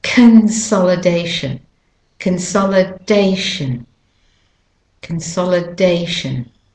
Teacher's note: the O is not pronounced as an O, as an O, it's pronounced as an U, as the schwa sound